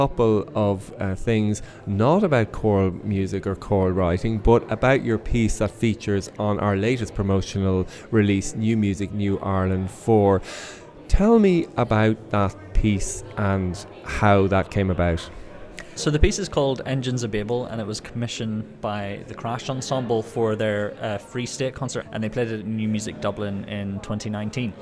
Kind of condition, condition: setting, busy venue